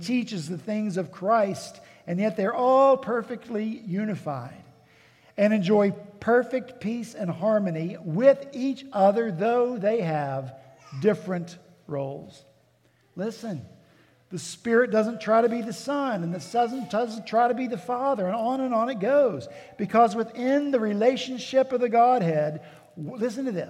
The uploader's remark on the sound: At Redeemer Presbyterian Church in Charleston, SC